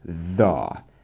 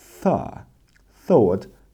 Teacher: it's 100% the same sound. The. But it's voiced. The. And thought is unvoiced. · Term: voiced and unvoiced